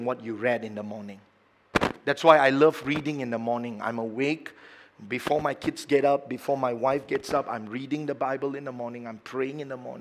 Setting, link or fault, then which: setting, large echoing room